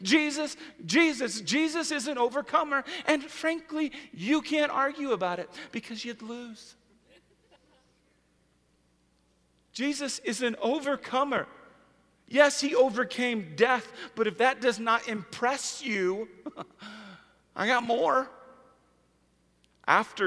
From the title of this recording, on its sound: Easter at the Civic Center